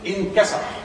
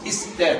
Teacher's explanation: ينطق هذه الالف بالهمز المكسور قبل السين · Term: الف الوصل